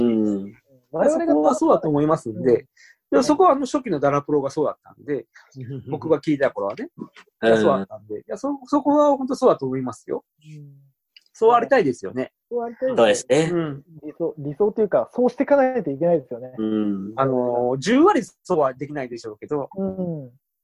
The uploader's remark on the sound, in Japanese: ZOOMにてコラボ収録をお送りします。